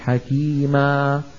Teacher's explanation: حكيما نفس الطول، حكي حركتين، ما حركتين · Term: مدان طبيعيان